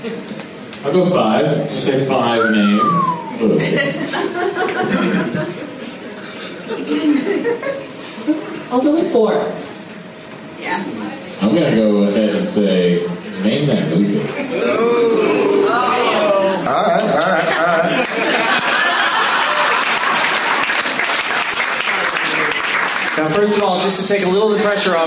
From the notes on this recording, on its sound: Audience members at the American Comedy Co. In San Diego, CA.